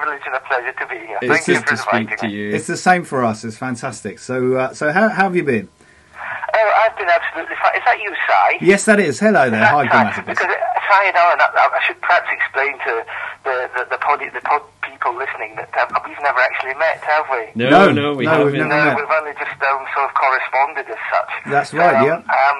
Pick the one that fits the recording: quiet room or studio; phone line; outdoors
phone line